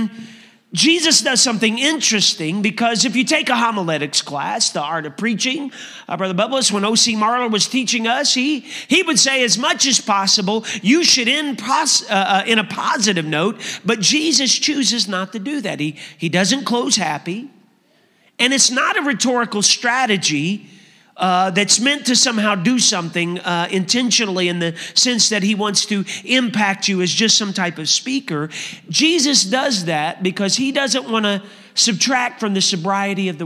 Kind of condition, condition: setting, large echoing room